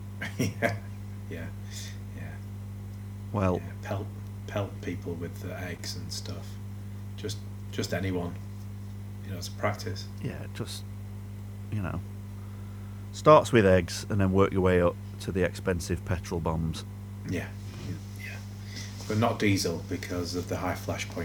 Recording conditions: hum or buzz